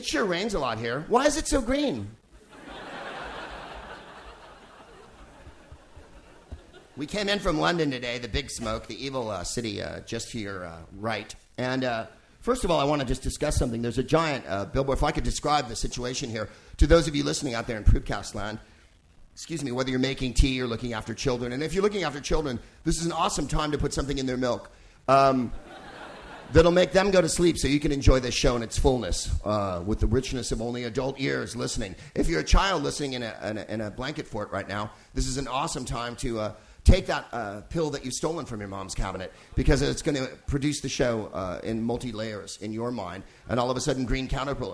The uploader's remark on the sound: Live from the Hay Festival in Wales